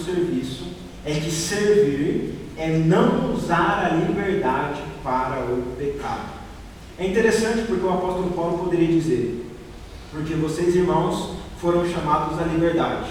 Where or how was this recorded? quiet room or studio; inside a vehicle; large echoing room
large echoing room